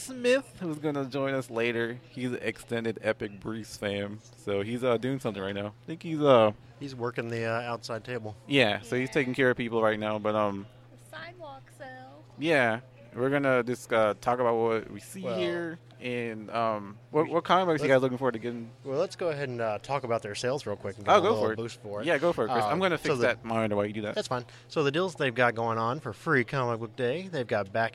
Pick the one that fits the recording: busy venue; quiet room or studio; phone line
busy venue